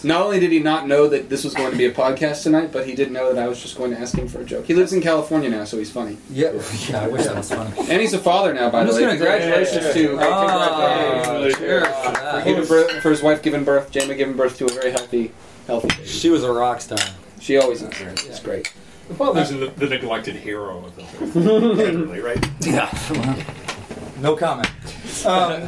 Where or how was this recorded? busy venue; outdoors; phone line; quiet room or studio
busy venue